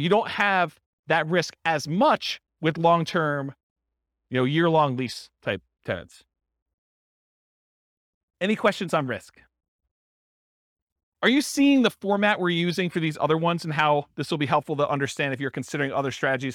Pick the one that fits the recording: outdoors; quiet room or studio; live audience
live audience